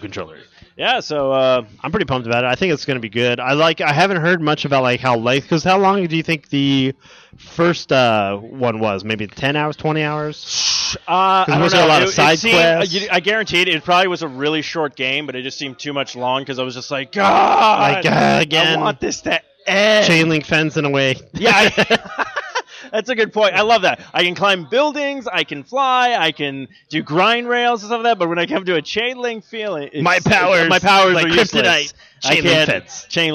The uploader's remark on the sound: This week’s episode is the recording of the Live show at GameStop, Tempe Marketplace for the Midnight release of Second Son! Sony reps were out hitting people with their balls.